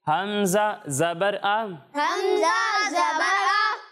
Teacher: جب آپ ہا اور حمزہ کی ادائیگی کریں گے تو ان دونوں کو حلق کے نیچے والے حصے سے پڑھیں گے